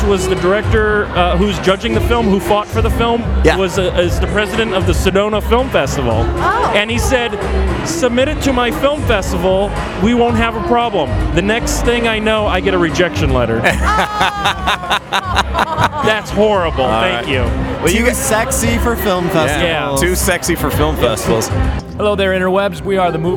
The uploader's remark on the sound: THE MOVIE SHOWCAST AT THE PHOENIX FILM FESTIVAL. The Movie Guys are broadcasting from The Phoenix Film Festival. It's a unique episode recorded at an awesome place.